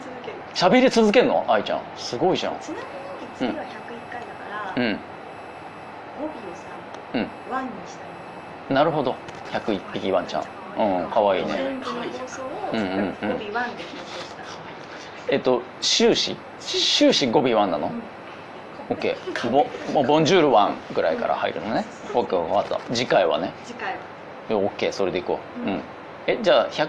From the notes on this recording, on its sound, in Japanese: 初の屋外公開収録(ノー台本)に挑戦！